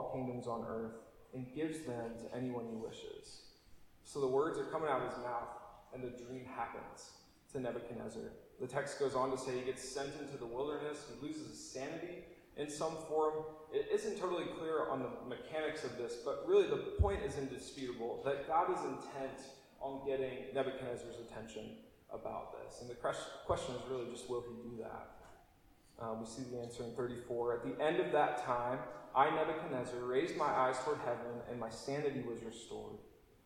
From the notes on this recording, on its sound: apologies for poorer recording quality this week!